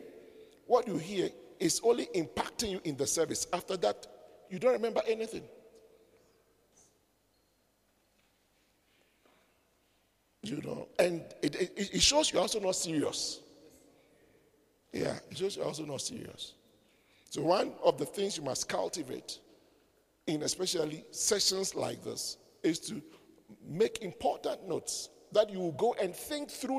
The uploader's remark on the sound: Preached at the midweek servants armed and trained service